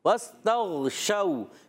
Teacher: اچھا بعض بچے علاج ہیں وس تغ شو غلط، وس تغ شو شو میں شین واو زبر شو، واو لین ہو جائے گا، نرمی سے ادا کریں گے